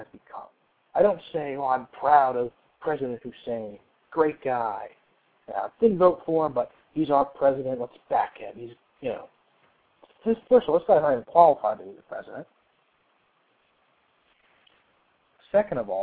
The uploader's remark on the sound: receive a surprise phone call